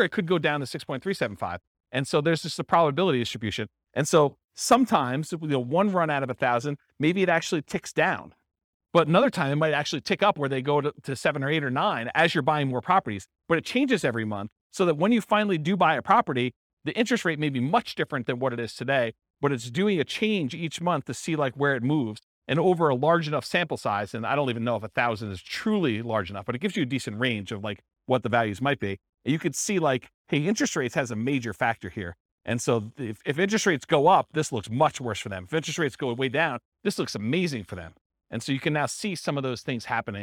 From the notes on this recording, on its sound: This was a live class recorded